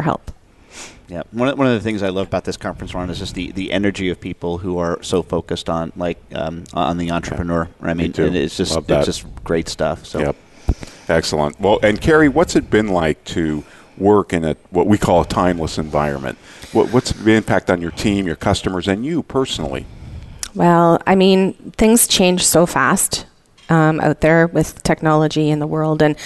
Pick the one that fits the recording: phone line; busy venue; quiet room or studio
busy venue